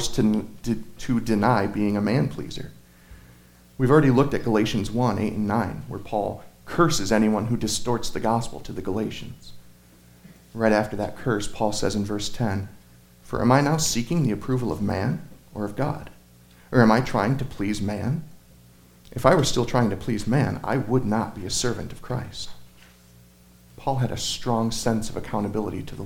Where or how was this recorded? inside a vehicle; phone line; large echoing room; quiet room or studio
large echoing room